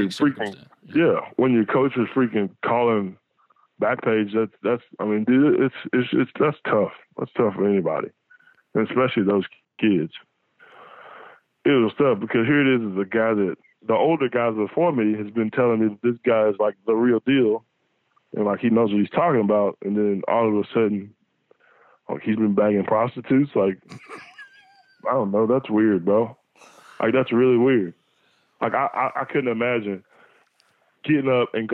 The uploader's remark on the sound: joined on the Modern Woodmen phone line